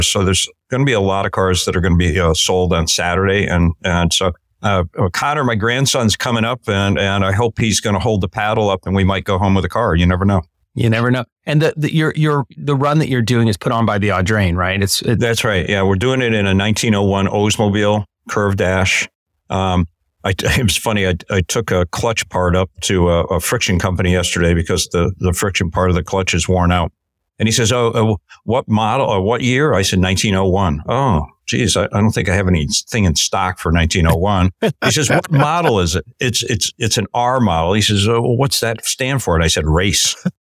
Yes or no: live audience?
no